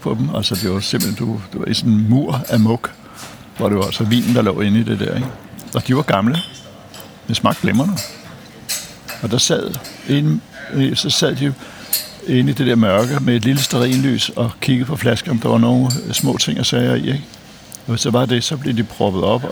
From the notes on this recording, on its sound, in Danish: Optaget på Nimb Brasserie, Tivoli, København.